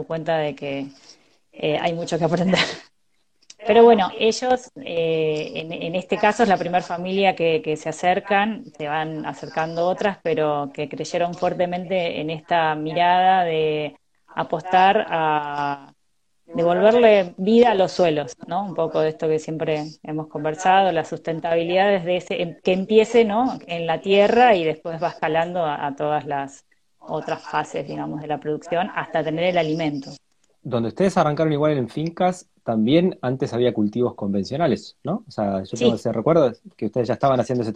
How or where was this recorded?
video call